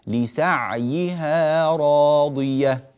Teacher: ننبه إلى سكون العين وكسر الياء في قوله تعالى لسعيها راضية، لسعيها راضية بسكون العين وتوضيح ذلك، ها لسعيها راضية هكذا.